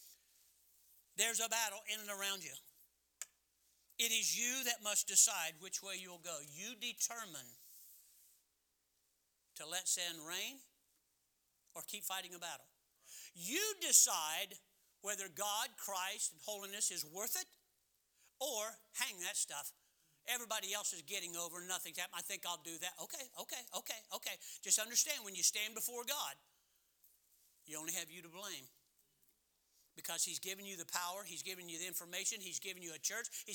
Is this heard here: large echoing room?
yes